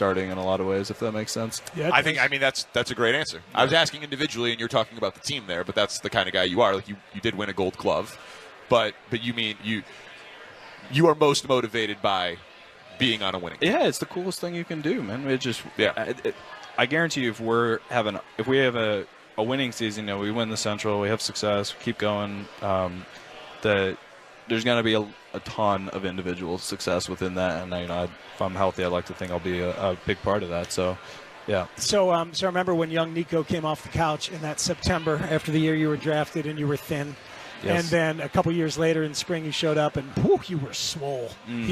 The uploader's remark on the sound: live at Cubs Con